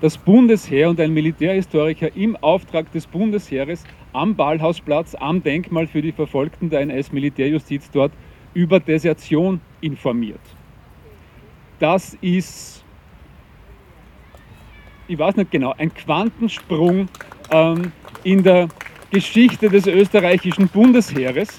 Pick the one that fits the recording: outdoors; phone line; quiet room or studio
outdoors